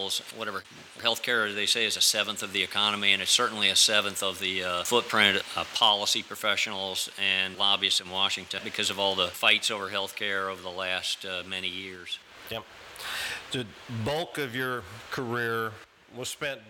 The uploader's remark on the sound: At The Dubliner. Joins me at the heart of Irish hospitality, The Dubliner.